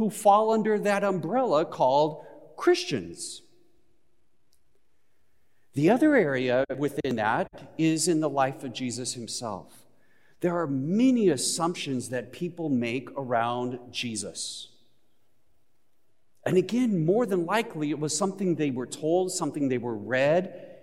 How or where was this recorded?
large echoing room